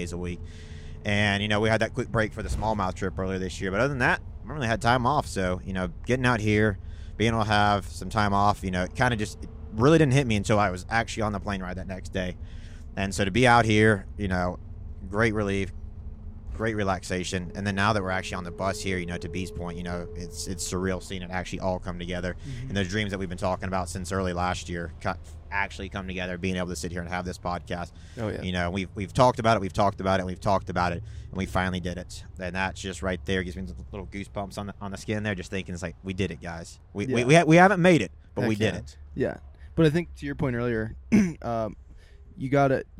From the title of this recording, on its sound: PODCAST IN THE BUS